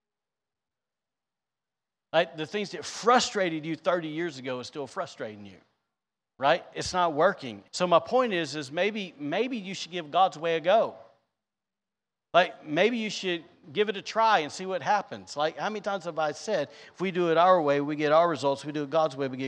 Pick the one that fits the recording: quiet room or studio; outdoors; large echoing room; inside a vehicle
large echoing room